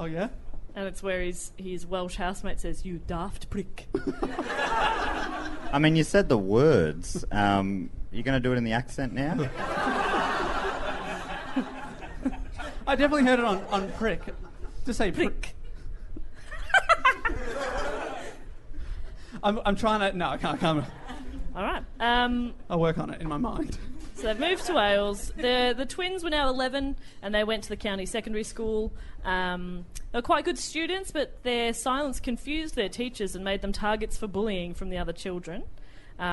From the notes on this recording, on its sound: Our second live show for the MICF 2018 was an absolute HOOT!